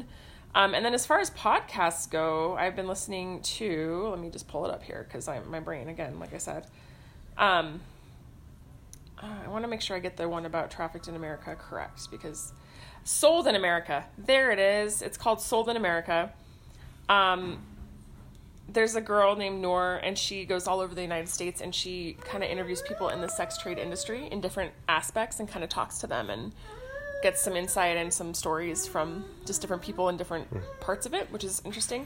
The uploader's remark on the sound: Laugh with us (or at us) as we attempt to record a podcast and parent at the same time.